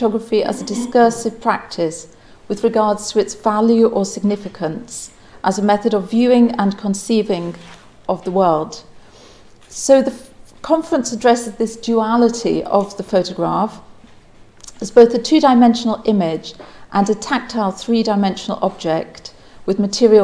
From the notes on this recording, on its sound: Opening remarks on the first day of the conference.